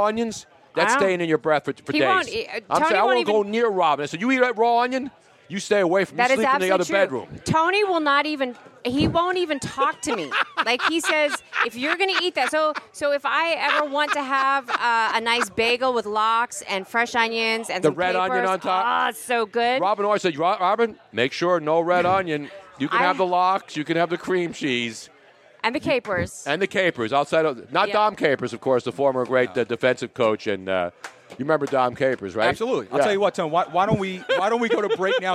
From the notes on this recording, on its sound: live from Nick's Place in Houston!